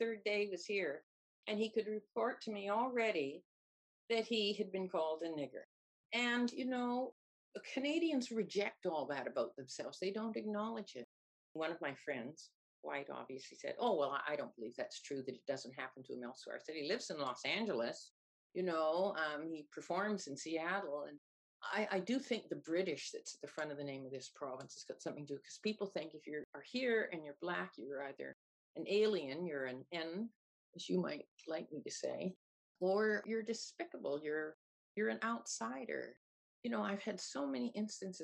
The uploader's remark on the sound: I interviewed. Over Zoom while travelling west last summer.